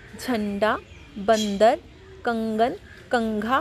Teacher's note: बस हल्के से आधे ना की साउंड आ जाएगी ठीक है पूरे ना की नहीं आएगी